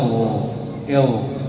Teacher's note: صوت يجري حقيقة لكن النفس لا يجري، لا تشعر بنفس كثير يخرج من فمك. فالمقصود أن الهمس حروفه يجري معها النفس، والجهر حروفه لا يجري معها النفس، ولا بد للحرف أن يكون إما مهموسا أو مجهورا، هذه الصفة لا بد أن توجد في الحرف، هذه أو ضدها واحدة منها. · Term: الضاد